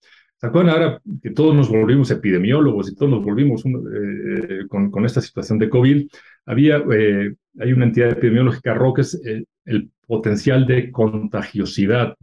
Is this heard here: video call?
yes